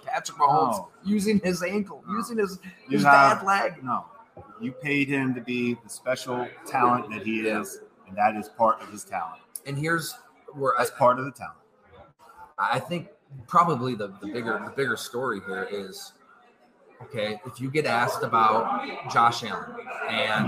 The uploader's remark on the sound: We come at you live from Fattey Beer in the village of Hamburg, NY, with some jazz music in the background.